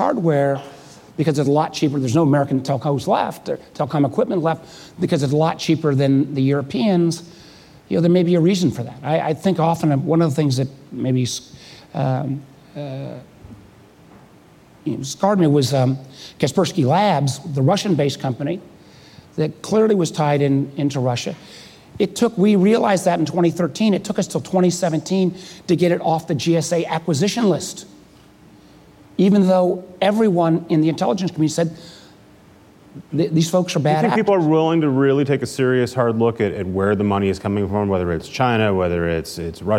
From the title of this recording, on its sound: Live at Code 2018